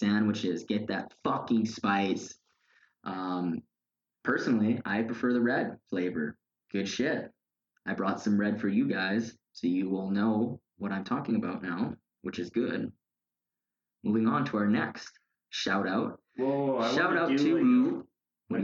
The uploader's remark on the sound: APOLOGIES FOR THE AUDIO QUALITY WITH THIS ONE